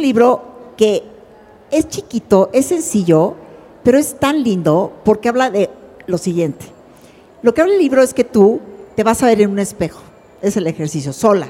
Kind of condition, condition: setting, live audience